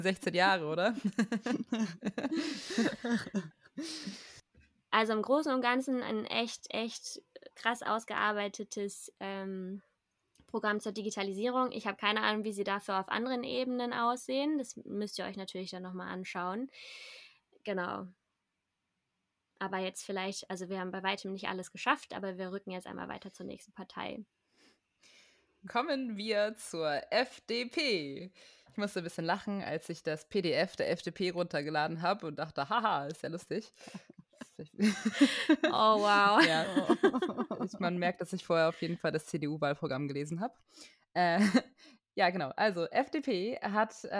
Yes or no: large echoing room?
no